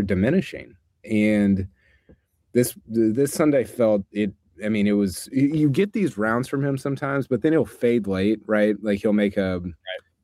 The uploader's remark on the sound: live on the scene at Augusta National